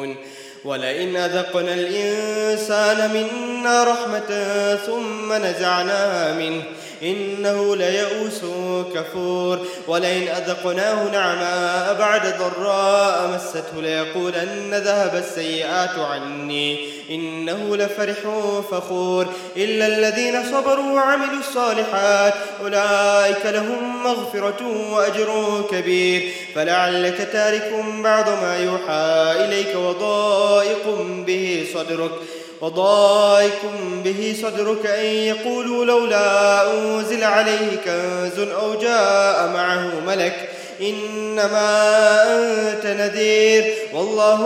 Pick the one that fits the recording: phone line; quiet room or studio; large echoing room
large echoing room